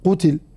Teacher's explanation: بضم القاف وعدم مدها وكسر التاء